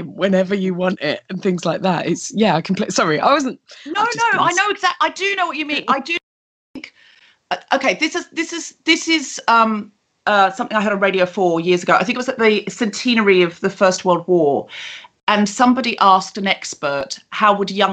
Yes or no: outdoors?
no